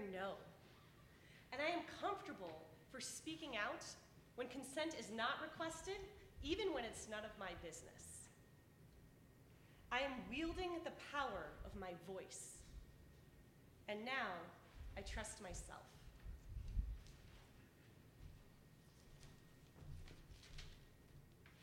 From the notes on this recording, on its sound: originally told this story at our live event on April 26